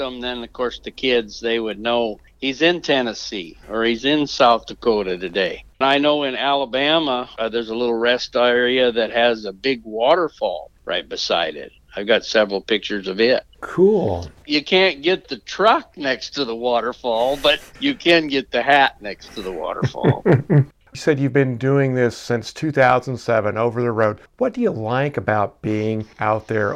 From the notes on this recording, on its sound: In our phone interview